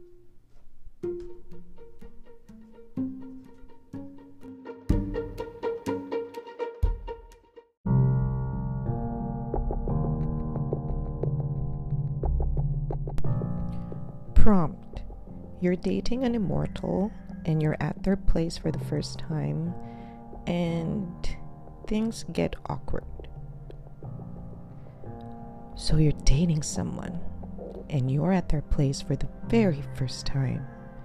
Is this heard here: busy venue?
no